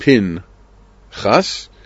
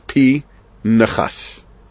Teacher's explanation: the shva under the nun is a shva na, not a shva nach, which means it's not pin chas, it's pi nechas · Shown in: second take